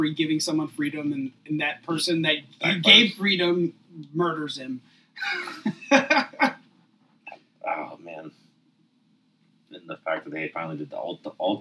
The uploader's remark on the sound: They would like to apologize for the technical issues with audio.